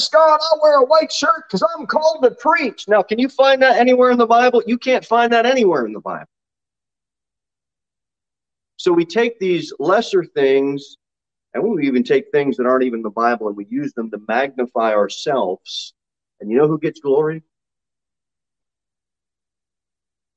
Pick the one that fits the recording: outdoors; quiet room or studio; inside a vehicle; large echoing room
large echoing room